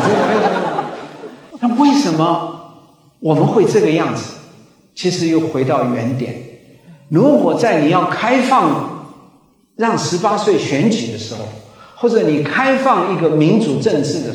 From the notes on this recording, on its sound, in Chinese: 高雄新書演講會現場錄音